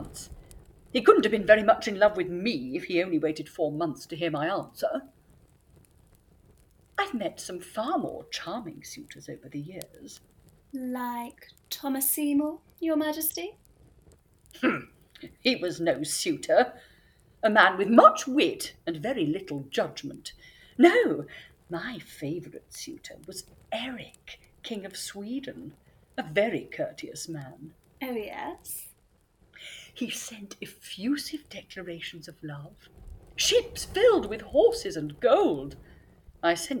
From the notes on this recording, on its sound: Sound effects from Freesound.org. The Lost Tapes of History was recorded remotely during lockdown in late 2020. As such, the actors used what equipment they had available and were limited by their location. This has resulted in variable audio quality.